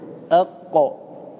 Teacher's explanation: والقاف من أقصى اللسان من فوق